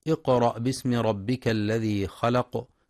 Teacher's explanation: ينتبه القارئ لقلقلة القاف في اقرأ ولترقيق الهمزة بعدها